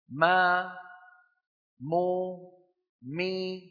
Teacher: أم خرجت الميم الساكنة بانطباق الشفتين، بينما ما مو مي الميم المتحركة مهما كانت حركتها خرجت بالتباعد بين طرفي عضو النطق